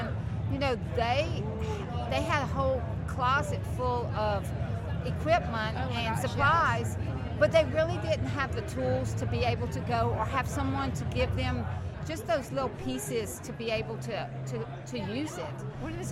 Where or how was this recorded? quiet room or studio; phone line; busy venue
busy venue